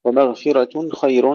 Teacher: ترقيق الراء لورش في الكلمتين